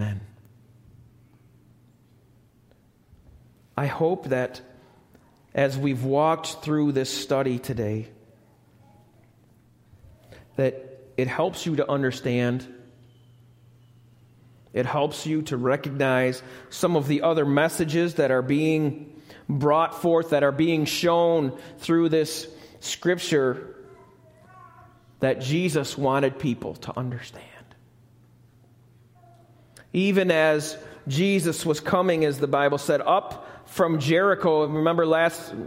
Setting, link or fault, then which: setting, live audience